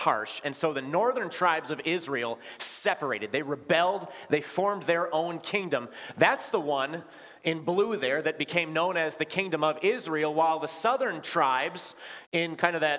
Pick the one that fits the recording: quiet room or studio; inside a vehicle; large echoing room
large echoing room